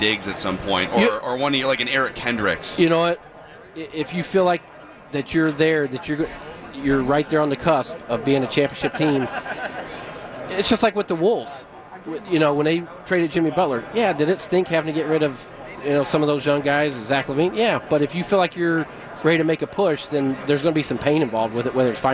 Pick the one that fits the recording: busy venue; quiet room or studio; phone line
busy venue